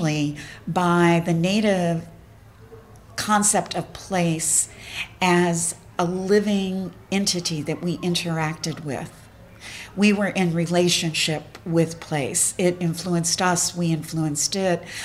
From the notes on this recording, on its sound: a special episode taped on location during the Roundtable sessions at the 4th Annual Smithsonian Food History Weekend in Washington, D.C.